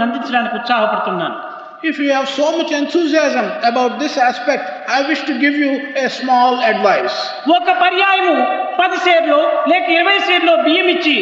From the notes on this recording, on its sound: during the valedictory function of the 2nd World Conference of Sri Sathya Sai Organisations